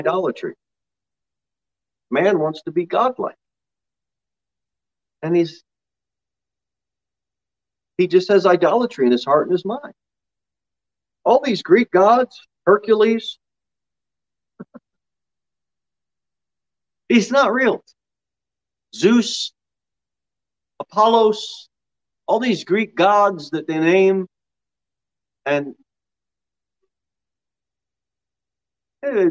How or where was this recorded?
large echoing room